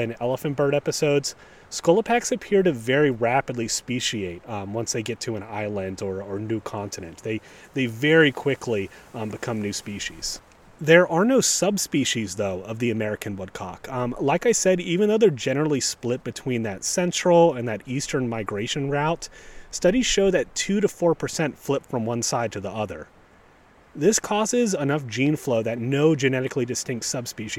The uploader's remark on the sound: Recorded on a breezy day in First Landing State Park, even a fox stops by to listen!